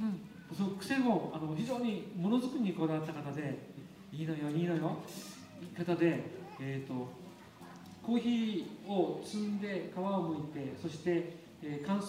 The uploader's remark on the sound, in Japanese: あだち珈琲の20周年を記念して大川店に出張収録！